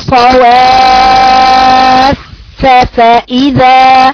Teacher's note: بين انهم حرفين، عندك فاء مشددة ثم فاء مفتوحة، يبقى بيني وضوح الأحرف المتكررة في حرف الفاء.